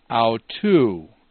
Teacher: the voice kind of went up and down · Term: circumflex